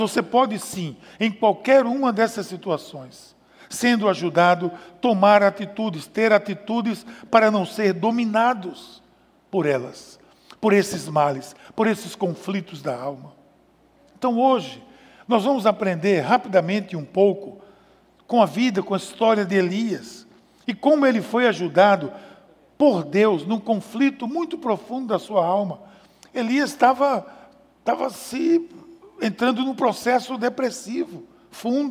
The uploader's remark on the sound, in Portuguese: Podcast gravado na PAES Piedade no dia 22/06/2020.